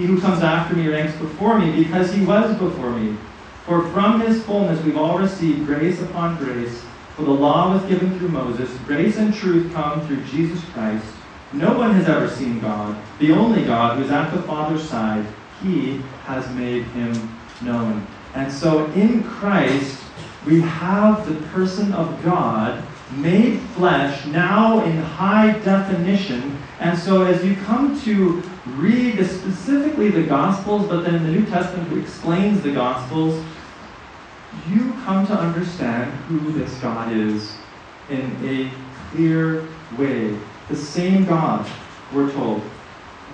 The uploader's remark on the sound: messages preached at Riverside Bible Camp in 2023.